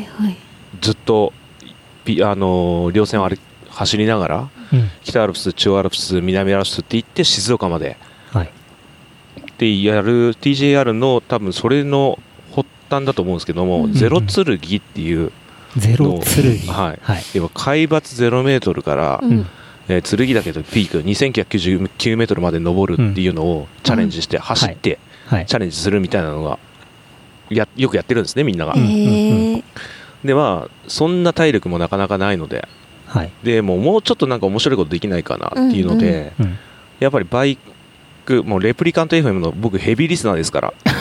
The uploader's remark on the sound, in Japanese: 山頂収録。早月尾根ルート。早月小屋。